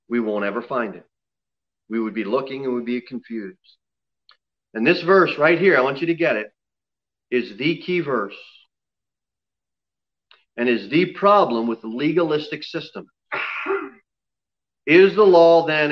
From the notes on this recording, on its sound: Sermon delivered at Pilgrim Baptist Church on Sunday, November 15, 2020, at 11:15 am. Jere Whitson Rd. Pilgrim Baptist Church is a bible-believing, independent Baptist church.